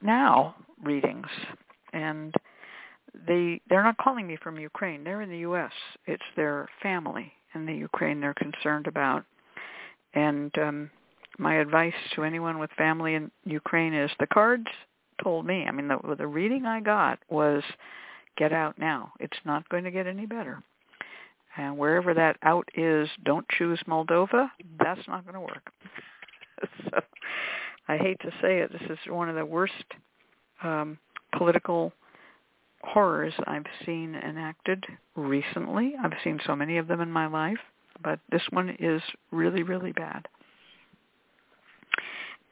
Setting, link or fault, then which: link, phone line